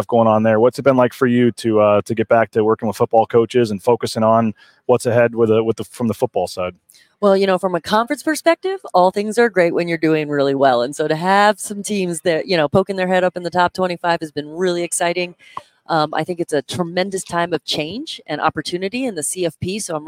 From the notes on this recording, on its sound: Live from Las Vegas. At Mountain West Women's Basketball Media Day at Resorts World in Las Vegas on a special episode of Bronco Nation News LIVE.